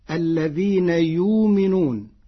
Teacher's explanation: قرأ ورش كلمة يؤمنون بإبدال الهمزة واوا ساكنة فتصير الذين يؤمنون.